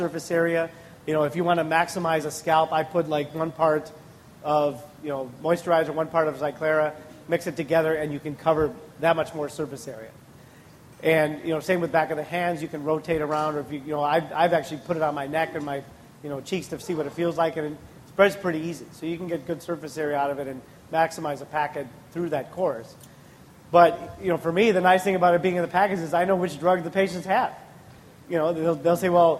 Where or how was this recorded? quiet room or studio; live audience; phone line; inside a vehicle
live audience